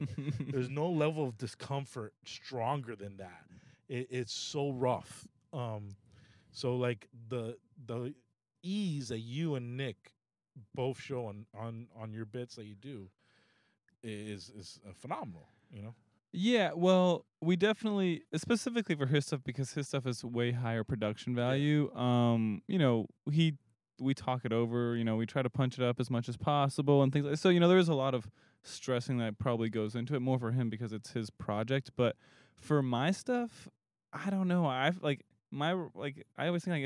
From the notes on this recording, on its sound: We are in the car. Recorded at Thank You Miami.